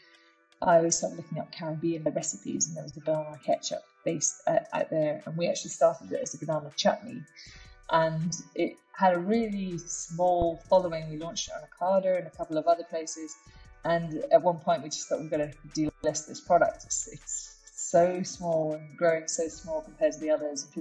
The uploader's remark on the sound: Sorry for the variable audio quality in this episode - technical difficulties!